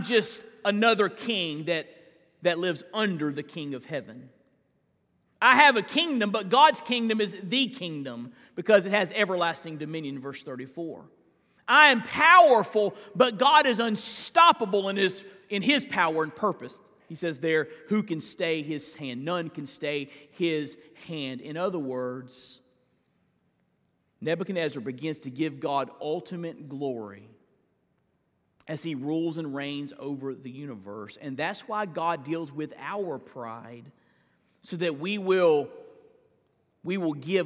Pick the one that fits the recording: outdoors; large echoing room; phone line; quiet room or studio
large echoing room